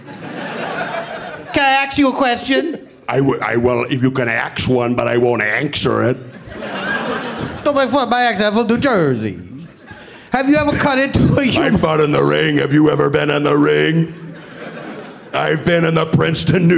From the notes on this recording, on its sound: Live from the Bumbershoot Festival in Seattle, WA